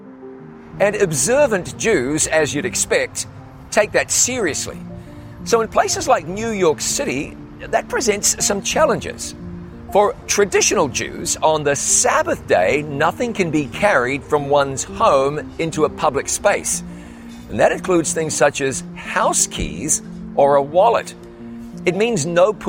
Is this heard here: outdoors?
yes